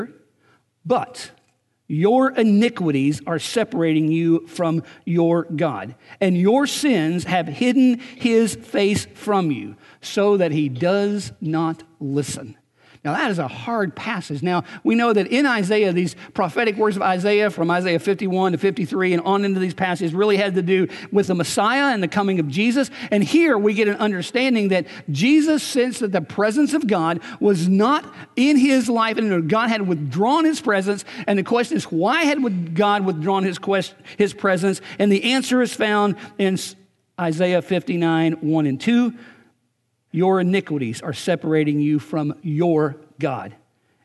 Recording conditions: large echoing room